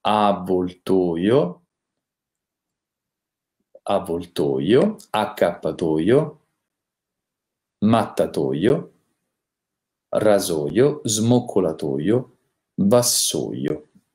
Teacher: Abbiamo poi la O chiusa nei nomi che terminano in oio